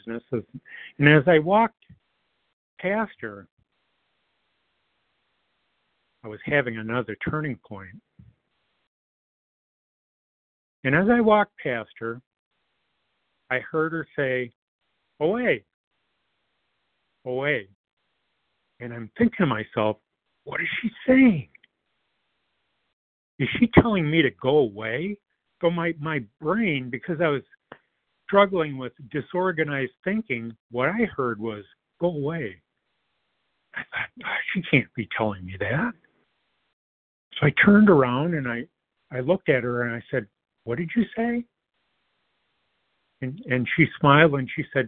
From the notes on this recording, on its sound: 100 Pounders Phone Meeting